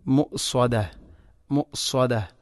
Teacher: ഇവിടെ പലപ്പോഴും നാറും മുഅസ്വദ മുഅസ്വദ എന്നാണ് വായിക്കാറുള്ളത്. ഹംസക്ക് സുക്കൂൻ വന്നാൽ അതിനെ കൽഖല ചെയ്യാൻ പാടില്ല, മുഅസ്വദ മുഅസ്വദ, അങ്ങനെ തന്നെ വായിക്കണം.